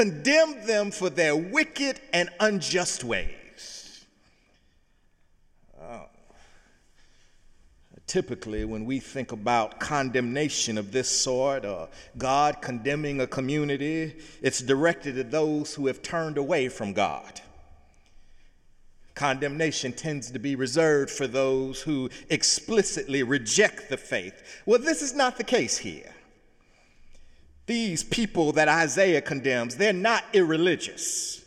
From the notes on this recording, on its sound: in the Memorial Church